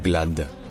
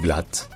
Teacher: en allemand, le D à la fin d'une particule se prononce T · Shown in: second take · donc ce n'est pas glad, c'est glatt.